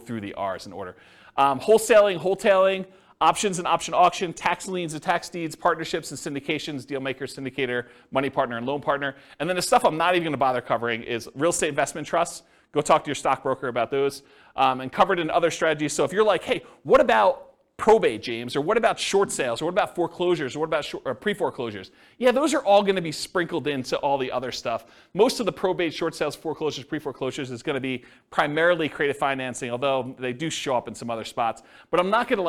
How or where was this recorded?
live audience